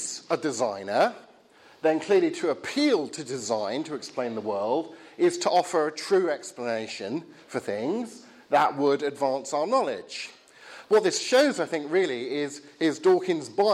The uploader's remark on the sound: Talk from the Reasonable Faith series at Highfield Church Southampton, Sunday 9th October, 2016.